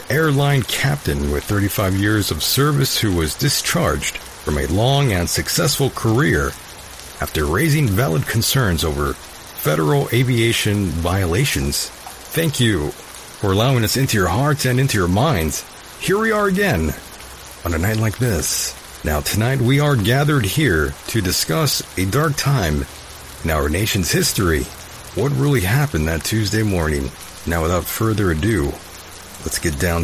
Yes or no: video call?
no